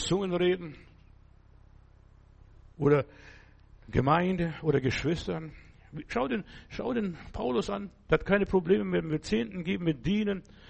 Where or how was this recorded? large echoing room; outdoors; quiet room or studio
large echoing room